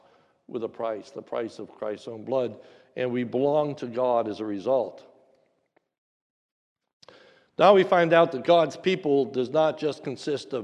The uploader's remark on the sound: This is a sermon recorded at the Lebanon Bible Fellowship Church in Lebanon, PA during the New Year’s Eve service.